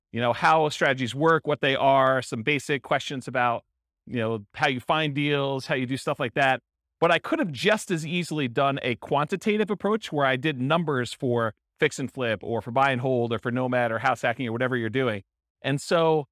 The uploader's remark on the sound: This was a live class recorded